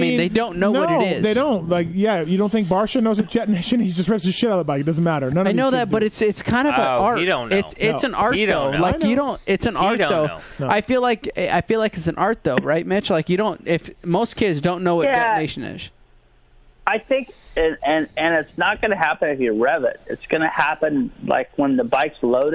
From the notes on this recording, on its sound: In-Studio. In studio and a cast of characters involved in their pasts on the phone.